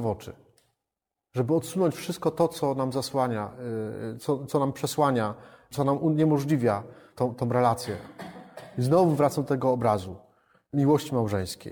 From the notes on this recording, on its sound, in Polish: Nagrania z rekolekcji i spotkań odbywających się w DA Resurrexit w Opolu